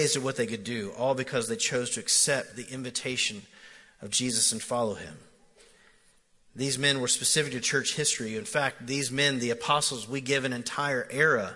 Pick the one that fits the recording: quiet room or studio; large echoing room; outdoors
large echoing room